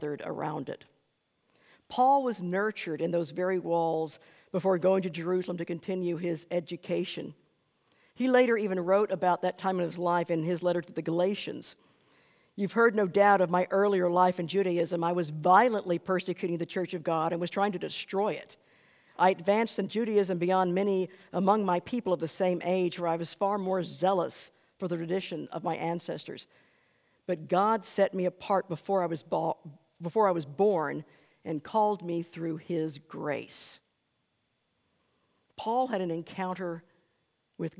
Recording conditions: large echoing room